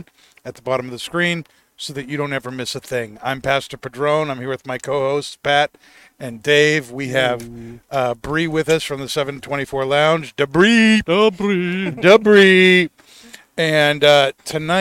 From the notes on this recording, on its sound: As we air live from the deck of the 7-20-4 Lounge! Recorded live at the 7-20-4 Lounge in Londonderry, NH.